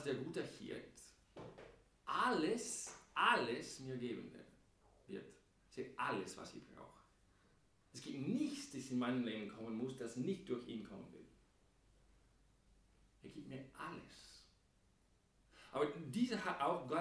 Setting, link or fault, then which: setting, large echoing room